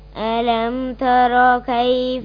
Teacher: مش ترى عشان ما تجيبش ألف زيادة